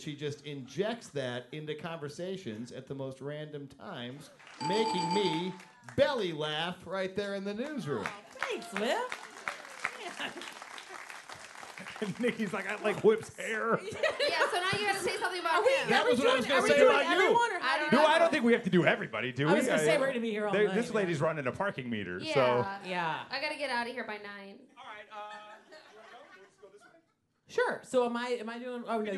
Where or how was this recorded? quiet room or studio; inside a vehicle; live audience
live audience